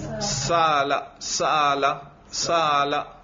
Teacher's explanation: حمزہ کا بھی یہی مخرج اور الف کا بھی یہی مخرج، تو ان کو دونوں کے بیچ میں سے جو حمزہ اور الف کا مخرج ہے، ان دونوں کے بیچ میں حمزہ کو ادا کرنا، یعنی نہ تو پوری طرح الف ہو نہ پوری طرح حمزہ ہو، بین بین درمیانی صورت اختیار کر لینا، اس کو کہتے ہیں بین بین قریب.